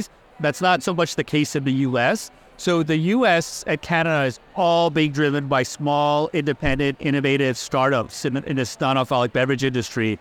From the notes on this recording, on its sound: recorded on the Expo East trade show floor